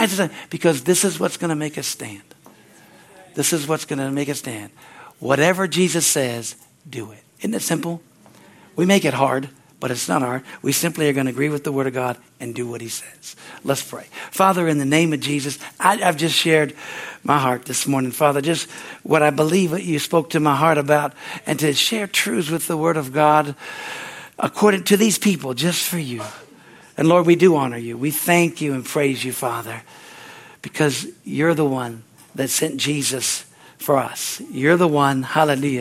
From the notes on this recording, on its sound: from the Sunday service on September 3, 2023 at Harvest Bible Church in Stocton, California